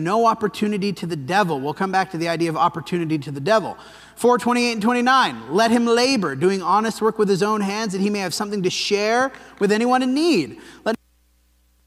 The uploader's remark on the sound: This sermon was preached at the Dewey Church